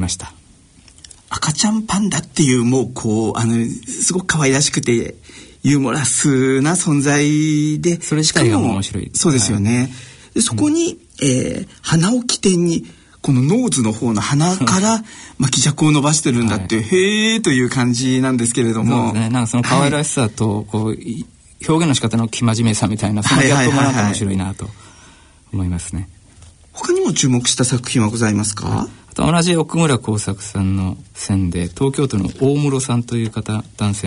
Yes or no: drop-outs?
no